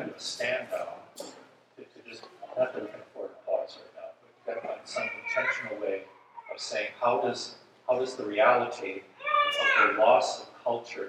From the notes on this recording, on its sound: This episode is a recording of Plenary Session IV from Wittenberg Academy's Family Retreat.